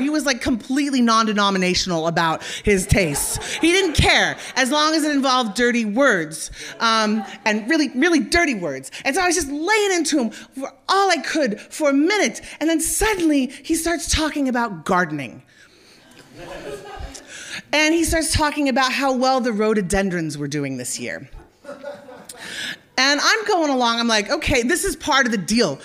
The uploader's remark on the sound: This week's episode is the third act of our Tragic Spring live show which took place at the Hackney Attic on April 25th.